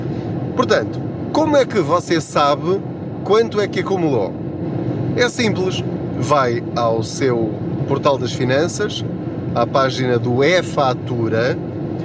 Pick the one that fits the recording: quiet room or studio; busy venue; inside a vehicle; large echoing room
inside a vehicle